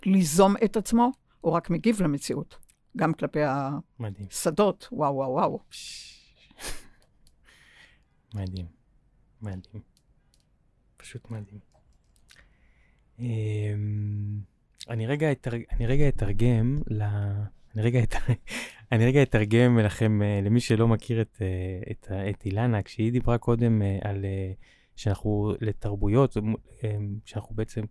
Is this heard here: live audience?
no